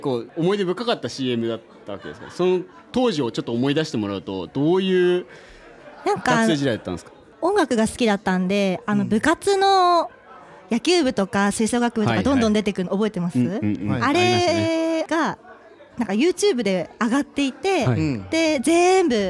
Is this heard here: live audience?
yes